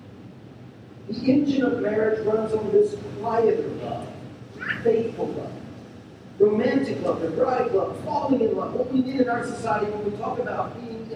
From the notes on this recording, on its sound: We're sorry for the poor sound quality of this recording.